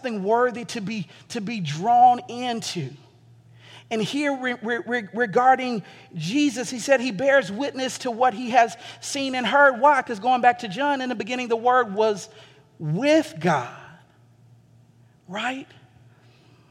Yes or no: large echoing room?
yes